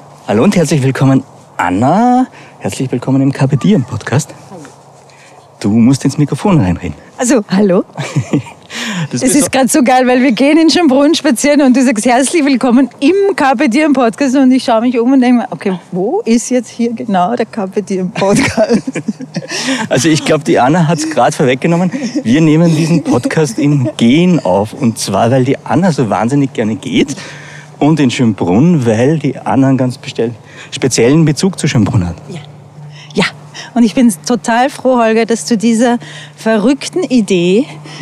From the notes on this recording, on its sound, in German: Haben die beiden den Podcast kurzerhand im Gehen aufgenommen. Sie sind eine Stunde lang durch den Park des Schlosses Schönbrunn in Wien gewandert und haben sich dabei aufgenommen.